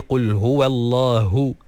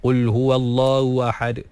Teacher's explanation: Jadi qul huwallahu hu, keluarkan ha tu dengan makhrajnya daripada pangkal kerongkong yang paling bawah, dan keluarkan anginnya sekali. · Shown in: first take · Qul huwallahu, barulah dengar ha tu jelas. · Term: huruf ha